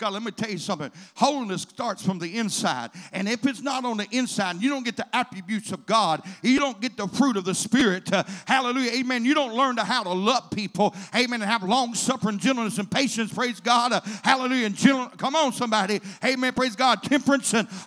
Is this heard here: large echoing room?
yes